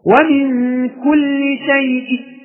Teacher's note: جئت في هذا الروم ببعض الحركة وهي الكسر